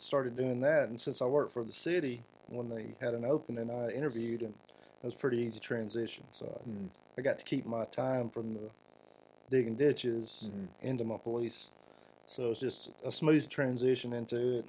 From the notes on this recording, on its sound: We had technical issues with our soundboard during this episode that we didn't notice during recording. As a result this episode features a static sound throughout. We have corrected the issue by replacing our soundboard.